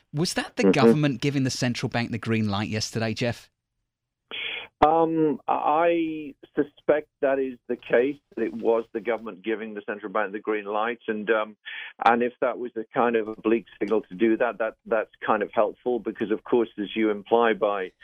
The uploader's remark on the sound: jumps on the phone